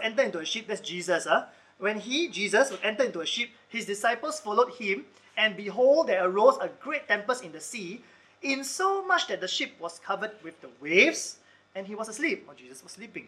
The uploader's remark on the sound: Recorded Live/Sermon